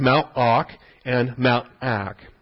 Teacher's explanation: You have to have a closure of the throat in the middle of the word. It'd be mal-ak.